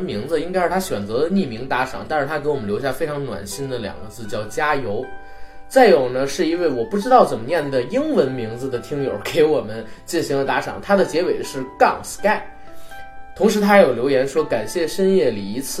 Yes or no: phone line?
no